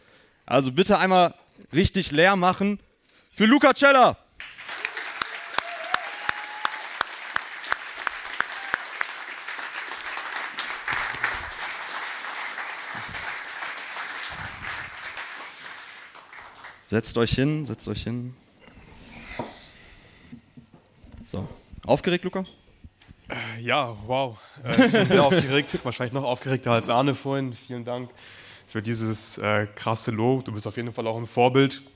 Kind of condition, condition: setting, live audience